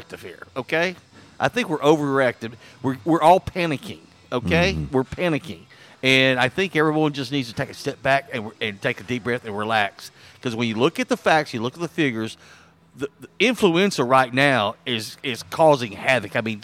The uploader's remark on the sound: LIVE from JTown's Grill!